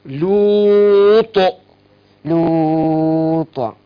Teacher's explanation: القلقلة بس الحرف مفخم